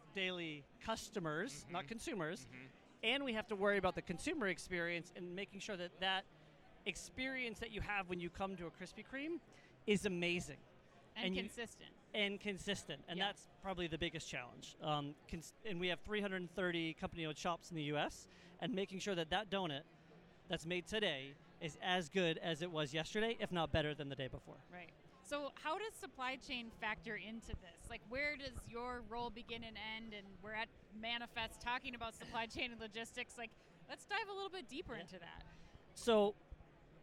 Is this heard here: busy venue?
yes